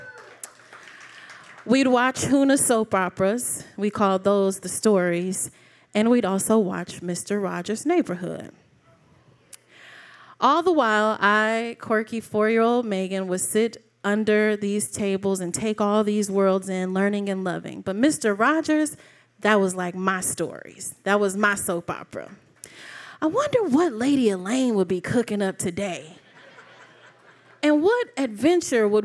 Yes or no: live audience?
yes